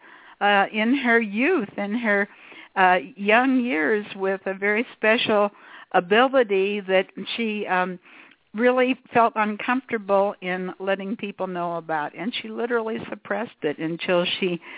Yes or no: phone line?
yes